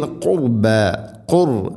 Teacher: ഖുർ റാഇനെ ഉച്ചരിക്കുമ്പോൾ കനപ്പിച്ച് ഉച്ചരിക്കണം. അതേസമയം ഖുർബ എന്നല്ല ഖുർബ ഖുർബ.